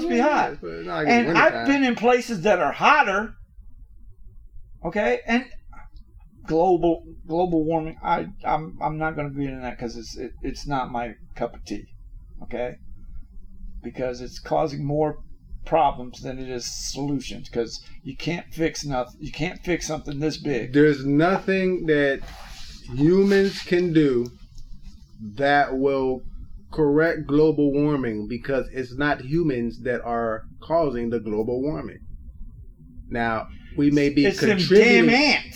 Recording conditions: poor sound quality